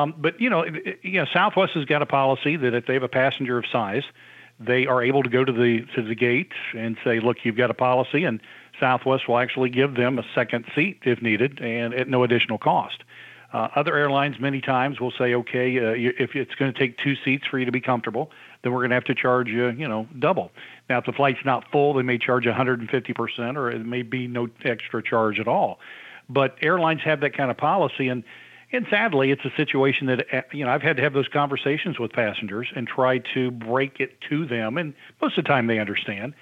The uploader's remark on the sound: we take your calls in open phones across America